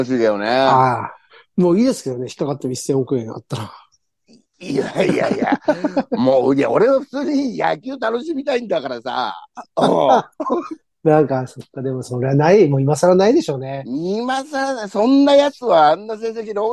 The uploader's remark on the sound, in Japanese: ZOOMで収録